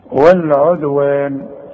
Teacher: والعدوان الدال بنقلقلها، انت ما خدتش حكم القلقلة، لكن لما جيلك دال عليها سكون قلقلها